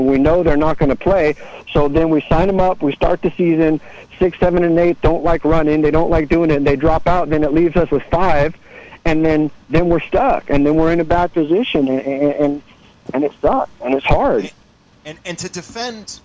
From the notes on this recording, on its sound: An hour of community call ins.